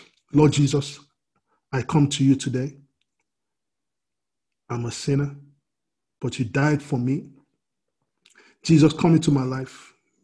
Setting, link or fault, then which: link, video call